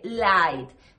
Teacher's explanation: La L clara es la L de light. La lengua se pone adelante